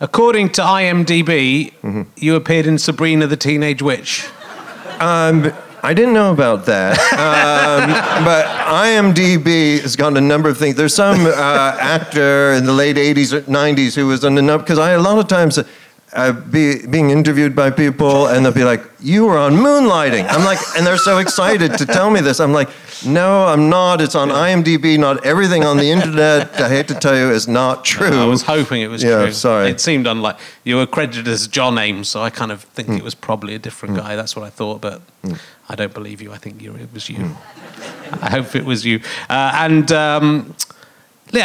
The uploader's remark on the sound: Leicester Square Theatre Podcast